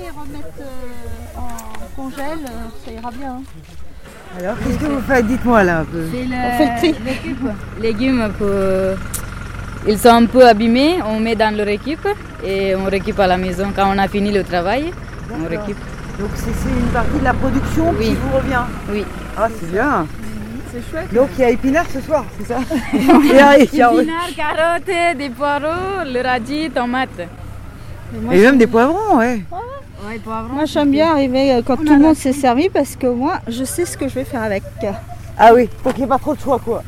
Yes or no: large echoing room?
no